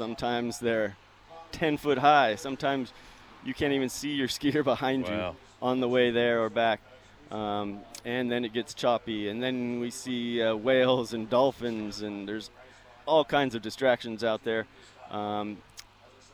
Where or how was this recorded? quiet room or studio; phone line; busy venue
busy venue